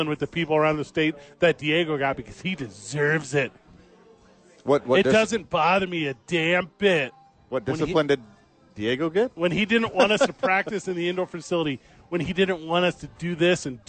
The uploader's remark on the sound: live at HOWIES!